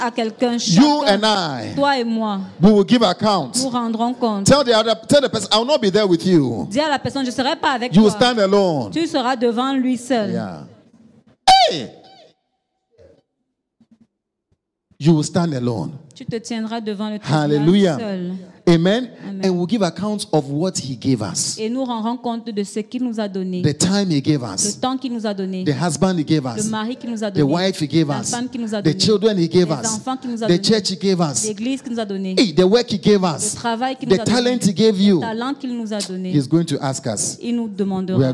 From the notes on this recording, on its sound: Preached during Joyful Hour Sunday Service Rabat